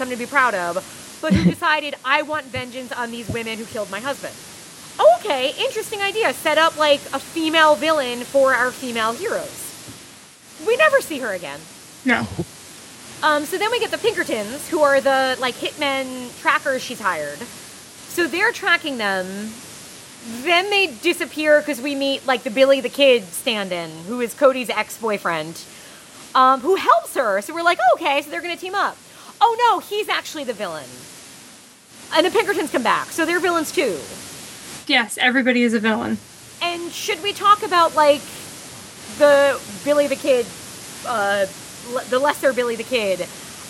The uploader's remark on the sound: We’re riding at you fast this week with a little bit of audio static